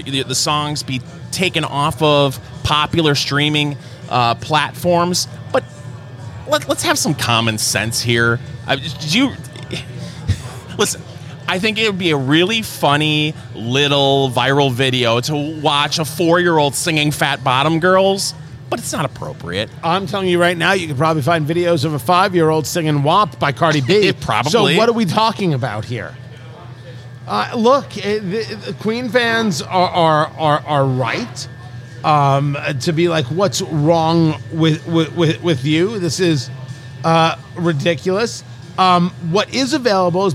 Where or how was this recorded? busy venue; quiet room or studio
busy venue